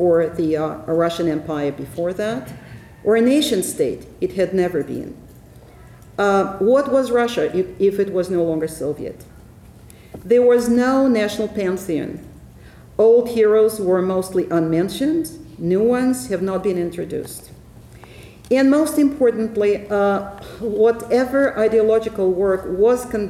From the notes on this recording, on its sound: Ellison Memorial Lecture at the University of Washington.